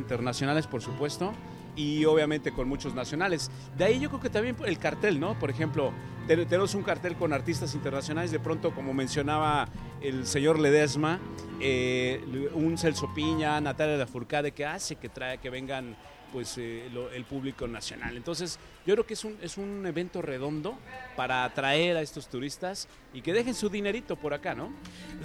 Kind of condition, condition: setting, busy venue